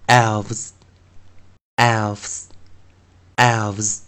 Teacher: 注意是 S 要浊化啊，要念 Z 啊